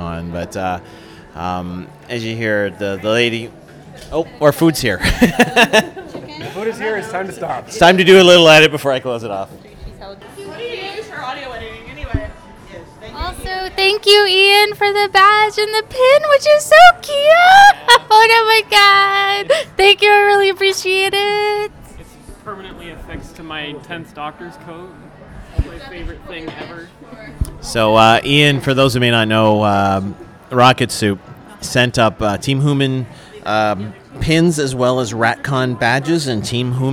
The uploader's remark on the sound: Fan Expo 2017. On this special episode I brought a mic to dinner.